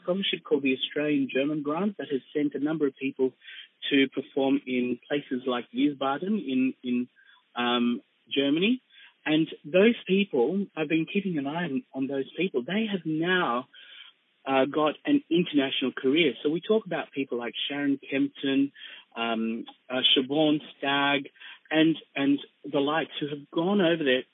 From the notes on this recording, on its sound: Telephone interview originally aired on 94.1FM 3WBC.